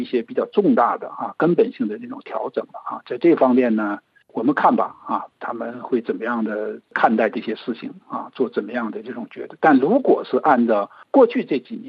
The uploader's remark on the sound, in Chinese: 接受本台电话采访